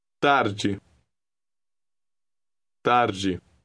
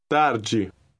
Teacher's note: Note that the DE combination is pronounced G, approximately like the beginning of the English name Ginny.